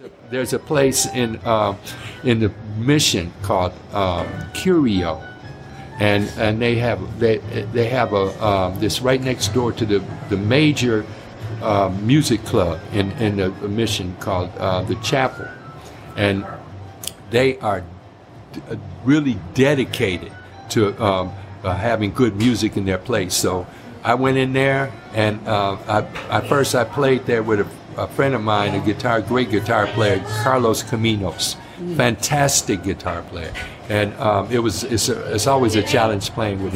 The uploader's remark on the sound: This podcast was recorded LIVE at Snappy's Cafe in Hayward, CA. This podcast was recorded LIVE at Snappy's Cafe in Hayward, CA.